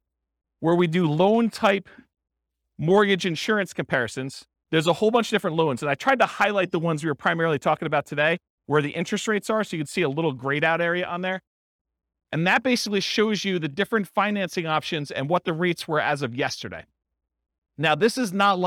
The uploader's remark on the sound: This was a live class recorded